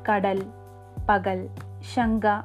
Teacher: ഒന്ന് തന്നെയാണ് സൂക്ഷ്മ നിരീക്ഷണത്തിൽ ഈ കകാരവും മൂന്ന് രീതിയിലാണ് ഉച്ചരിക്കുന്നത് എന്ന് വ്യക്തമാകും കടൽ എന്ന ശബ്ദത്തിലെ കകാരം നാദരഹിതമായ മൃദുതാലവ്യമാണ് പകൽ എന്നതിലെ കകാരം ഈഷത് നാദത്തോടും ഈഷത് സുരിതത്തോടും കൂടിയാണ് ഉച്ചരിക്കുന്നത് ശങ്കയിലെ കകാരം നാദിയായ ഗകാരം പോലെയാണ്